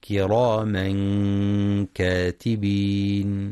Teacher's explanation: ينتبه القارئ للإخفاء الحقيقي وترقيق الغنة